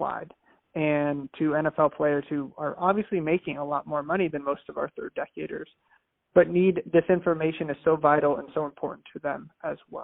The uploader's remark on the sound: Phone Audio